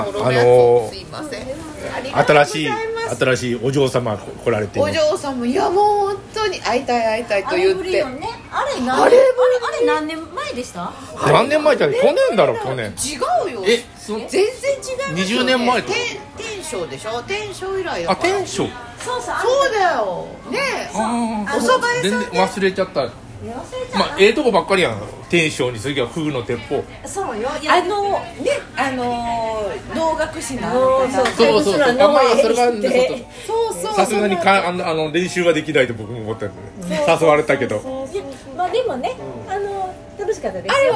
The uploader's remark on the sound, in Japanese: 門真フグ「鉄砲」で収録